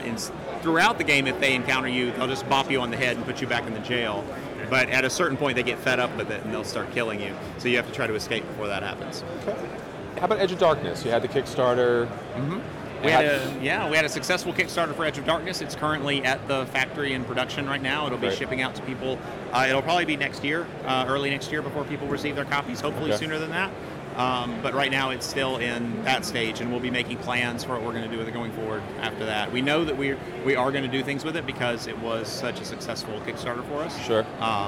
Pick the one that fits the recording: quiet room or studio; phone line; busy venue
busy venue